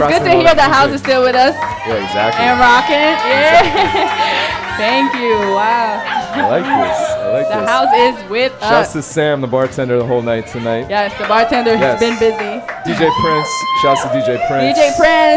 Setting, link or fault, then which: setting, busy venue